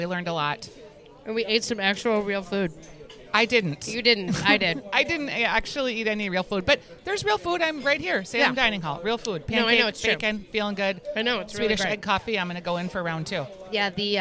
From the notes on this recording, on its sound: Live from the Salem Dining Hall.